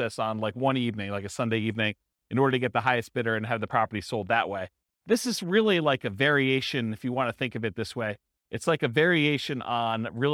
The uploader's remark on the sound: This was a live class recorded